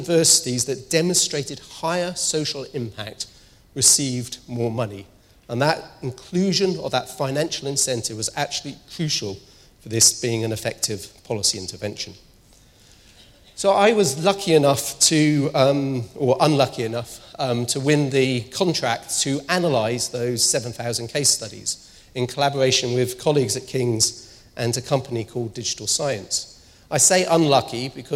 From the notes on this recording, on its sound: speaks at SRHE Annual Research Conference 2016